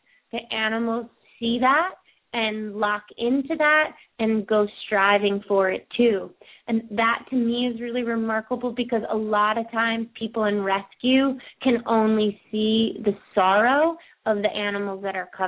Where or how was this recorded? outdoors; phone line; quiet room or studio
phone line